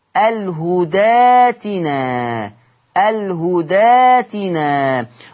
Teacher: إبدال الهمز الساكن ألف مادية